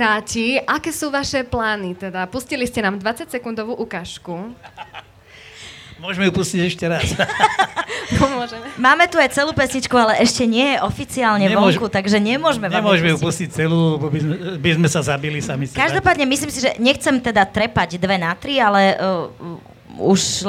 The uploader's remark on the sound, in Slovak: Sme nahrali live podcast. Sme si premiérovo v sobotu pripísali live verziu z veľkého pódia. Prinášame vám editovanú verziu nášho festivalového live podcastu.